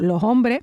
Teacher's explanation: Puede ser que yo con esa S lo que haga es una aspiración, como has dicho, los hombres.